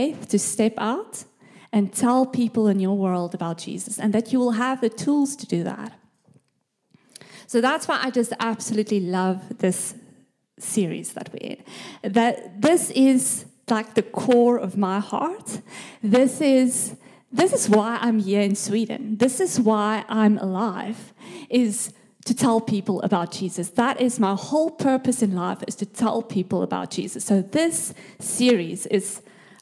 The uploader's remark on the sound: This message was recorded live at our Malmö Gathering on Sunday, October 8th, 2023.